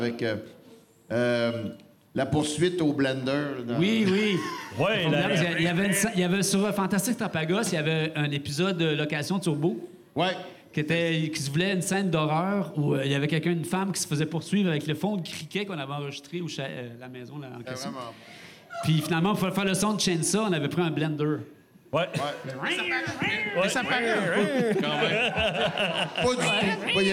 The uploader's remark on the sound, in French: Épisode enregistré devant public au Cheval Blanc à Montréal le 3 septembre 2023.